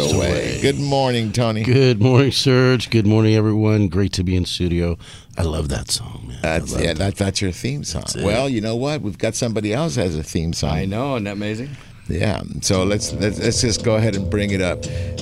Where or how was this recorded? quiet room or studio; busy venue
busy venue